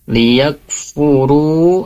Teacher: ada mad tabi'i, jangan sampai pendek, tapi harus dibaca dua harokat